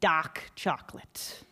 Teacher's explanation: the stereotypical Boston accent, which is, of course, when you do not pronounce the R's